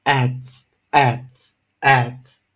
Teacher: 这个 s 的前方如果是 d，s 要浊化，所以我们要念 z